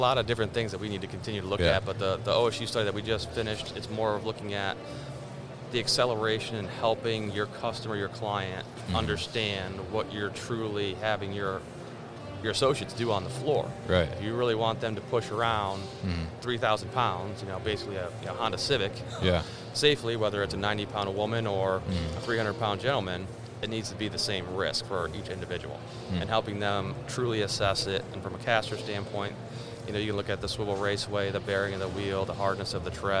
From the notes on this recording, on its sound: They connected at MODEX 2020